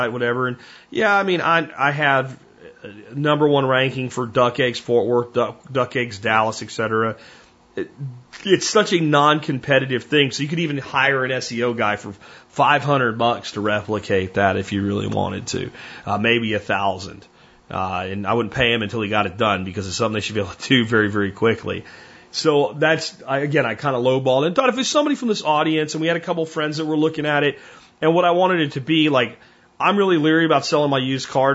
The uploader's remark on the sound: Listener Calls